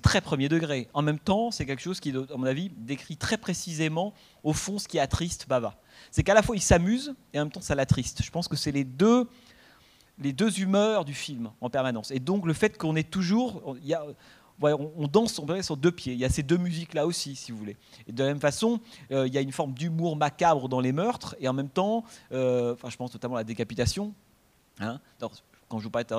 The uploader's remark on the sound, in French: Suite à la projection du film. Au Centre des arts d'Enghien-les-Bains.